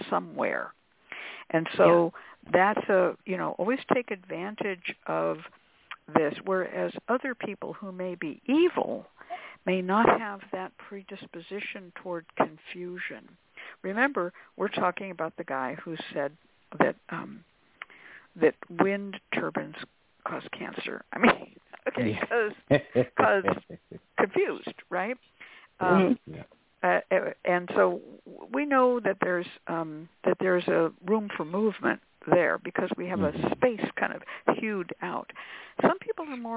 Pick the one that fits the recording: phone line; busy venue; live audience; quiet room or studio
phone line